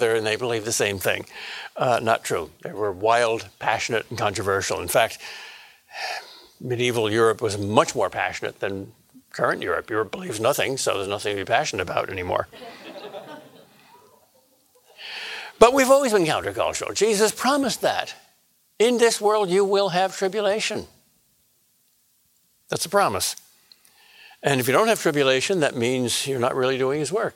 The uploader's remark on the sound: a lecture that was delivered as part of Acton University 2018